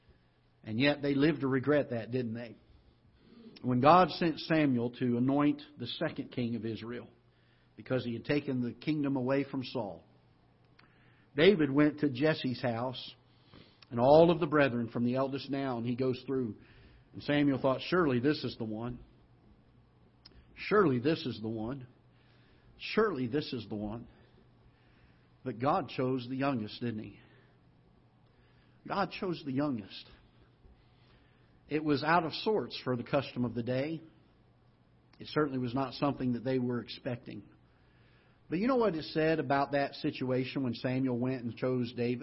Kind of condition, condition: setting, large echoing room